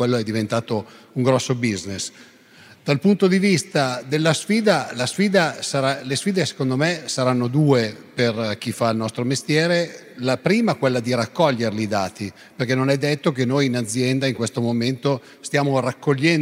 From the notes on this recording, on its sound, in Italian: Un Don Chisciotte live registrato a Pavia in occasione di "Pavia Capitale della cultura d'impresa" davanti ad una platea di imprenditori di PMI.